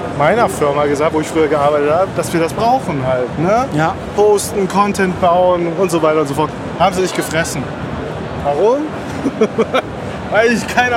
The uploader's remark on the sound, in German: Erster Besuch auf der OMR "Online Marketing Rockstars". In der heutigen Spezialfolge sind wir auf der OMR "Online Marketing Rockstars" und nehmen euch live vor Ort mit.